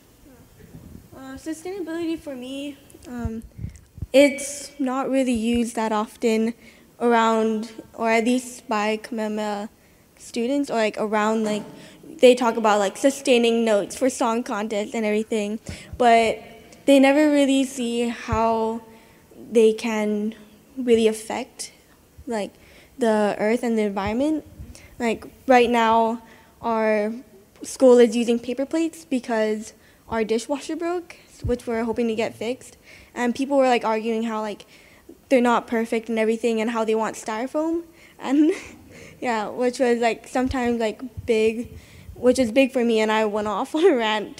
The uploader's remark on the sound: The best of live interviews from GreenBiz events.